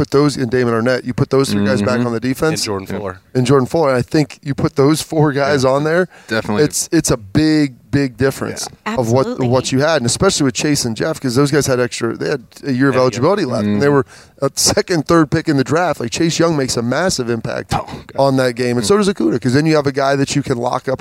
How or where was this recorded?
busy venue